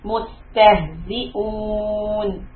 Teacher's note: after the sukun, they will push or emphasize the zay with the kasra